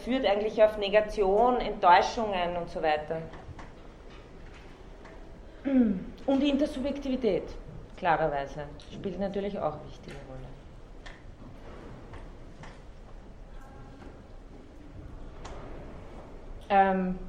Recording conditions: large echoing room